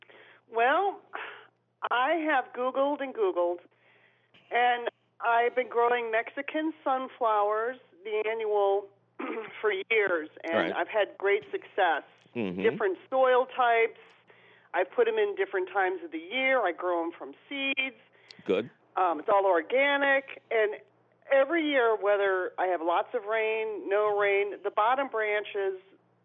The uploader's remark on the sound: your misinforming phone calls